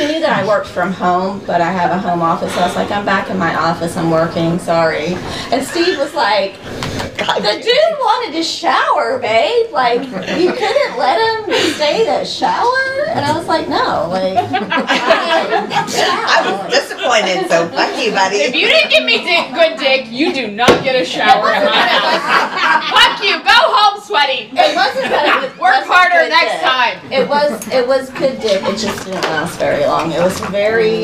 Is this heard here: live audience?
yes